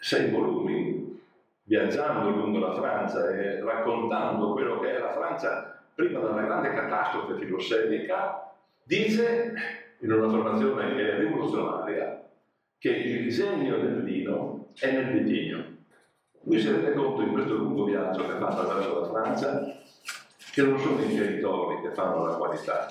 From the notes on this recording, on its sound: Leads another Seminar during Vinitaly 2022. WARNING AUDIO IS LESS THAN PERFECT!